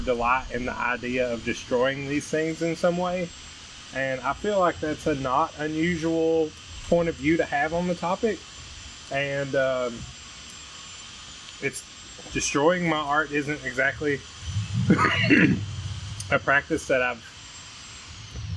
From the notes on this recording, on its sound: If there was ever a ridiculous episode to record on my back porch this one is it. You get the full audio breakdown of what my back yard sounds like. Lots of super serious art talk, fire sounds, and general shenanigans. The audio for this one starts a bit choppy in the first few minutes but I get it tuned up rather nicely shortly in. Noise gate foolishness.